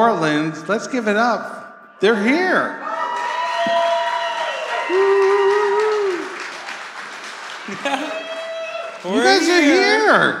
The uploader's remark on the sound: live from the stage at the Rec Room